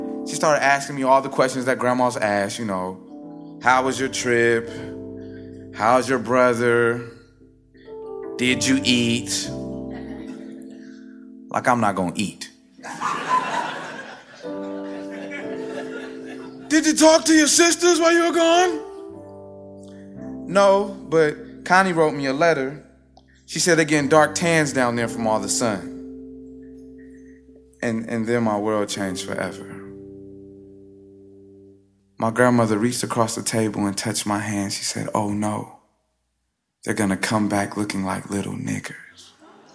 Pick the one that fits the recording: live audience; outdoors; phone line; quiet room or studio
live audience